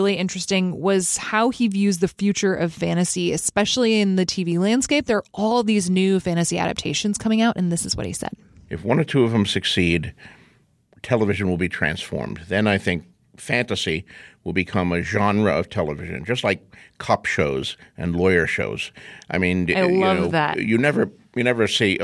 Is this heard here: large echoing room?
no